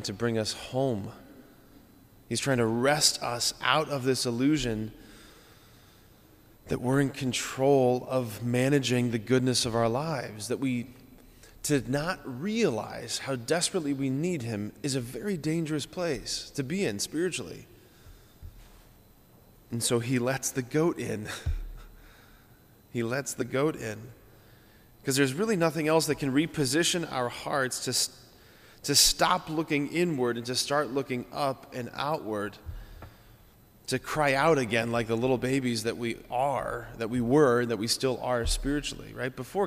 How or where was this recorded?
large echoing room